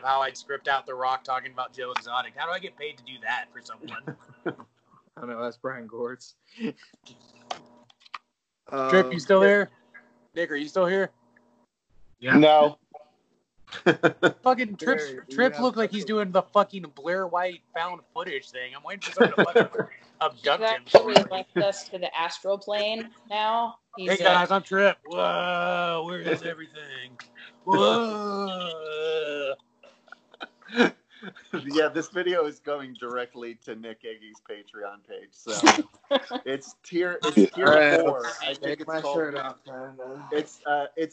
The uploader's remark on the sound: Skype it up.